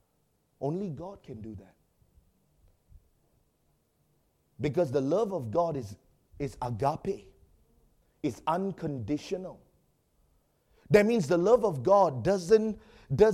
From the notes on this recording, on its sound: preached during our Sunday evening service